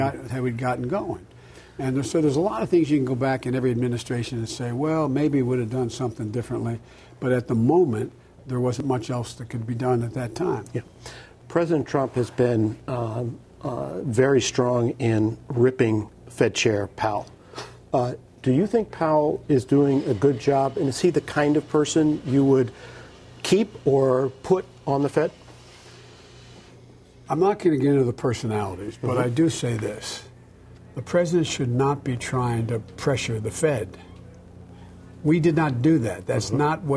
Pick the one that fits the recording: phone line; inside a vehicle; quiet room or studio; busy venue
busy venue